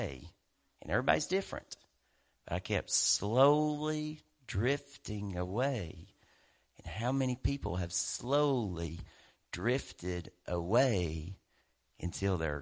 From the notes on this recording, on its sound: WELCOME TO OUR LIVE SERVICE. Preaching at Family Worship Center in Athens Tennessee. To stream our music live over the internet.